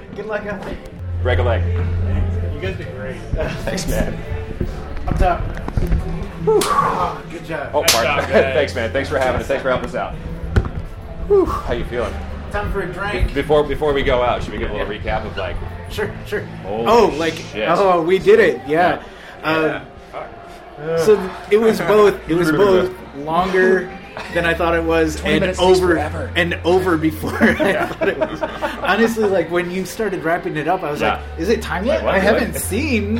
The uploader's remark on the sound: Live at the Portland Podcast Festival! Newly remastered version with high quality audio! An exciting event that brought many of Portland’s talented media creators together for a great night of fun. We captured our 20 minute set, plus some audio backstage before and after.